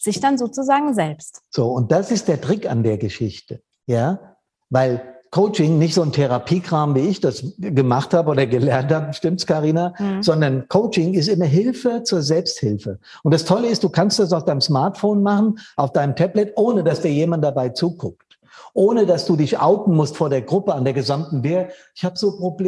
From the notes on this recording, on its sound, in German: Der Mitschnitt des Info Online-Events fireproof360° vom 31.07.21